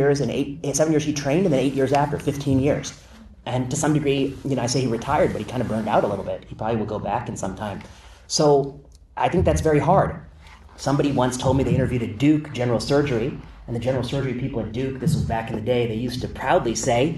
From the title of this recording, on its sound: Lecture at UC Berkeley